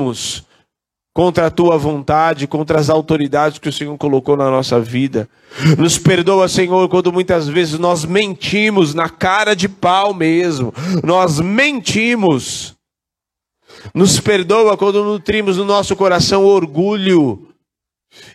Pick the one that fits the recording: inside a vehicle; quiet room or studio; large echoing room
large echoing room